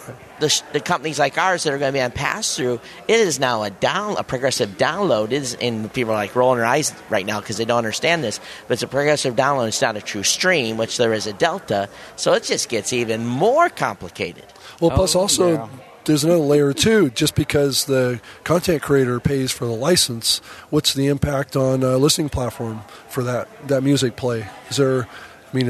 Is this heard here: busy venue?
yes